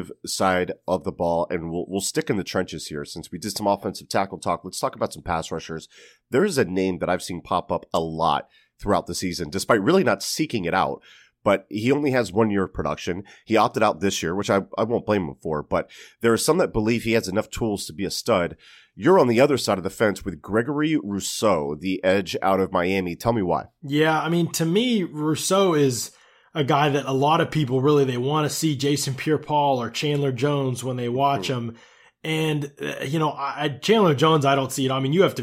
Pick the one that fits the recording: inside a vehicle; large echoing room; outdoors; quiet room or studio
quiet room or studio